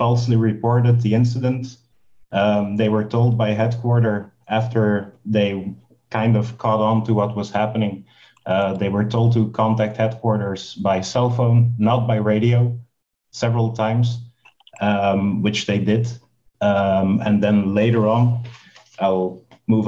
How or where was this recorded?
video call